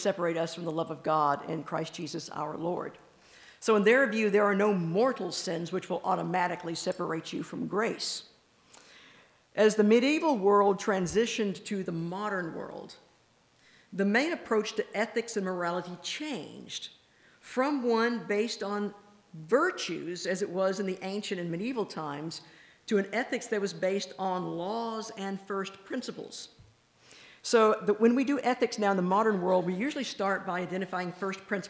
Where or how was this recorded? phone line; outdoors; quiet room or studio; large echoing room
large echoing room